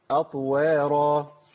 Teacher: كده بتبدأي بتاء، عايزين نبدأ بطاء